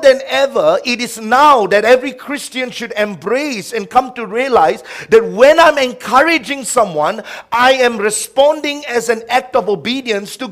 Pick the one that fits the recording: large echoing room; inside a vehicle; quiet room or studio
large echoing room